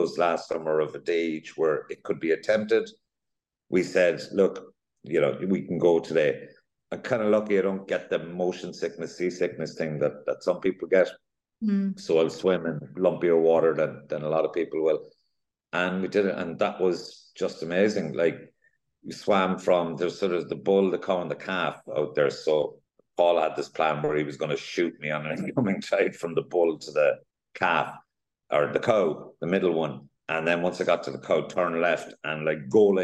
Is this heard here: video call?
yes